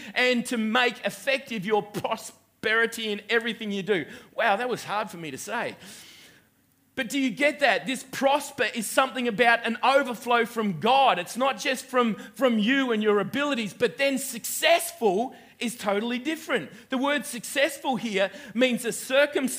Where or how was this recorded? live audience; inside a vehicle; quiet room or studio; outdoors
live audience